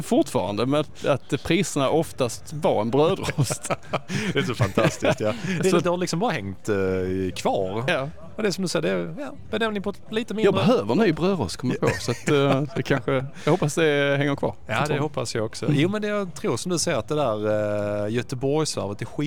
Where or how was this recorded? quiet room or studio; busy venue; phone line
busy venue